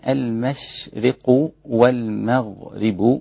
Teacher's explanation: في قوله تبارك وتعالى: قل لله المشرق والمغرب، انتبه إلى أن الشين حرف رقيق جدا، المشرق والمغرب، والميم رقيقة لا تأخذ تفخيم الغين